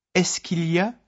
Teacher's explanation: est-ce que, which ends in a vowel, and the first part of il y a, il, which begins with a vowel, become joined together.